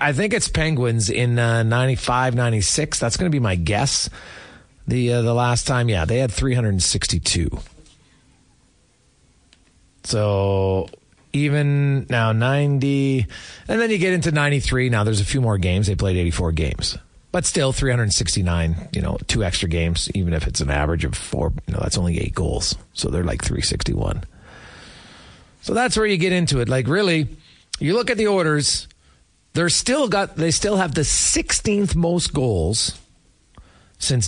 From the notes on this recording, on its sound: took your calls